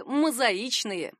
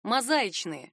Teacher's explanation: Прилагательное «мозаичные» произносится именно так, с ударением на «и». · Shown in: first take · Часто можно услышать другой вариант – «мозаичные», но словари не оставляют ему шанса и не отмечают даже как допустимый.